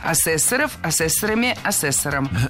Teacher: Существительное «ассессор» имеет неподвижное ударение на втором слоге.